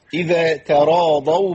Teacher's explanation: خد بالك التاء لا تنطق طاء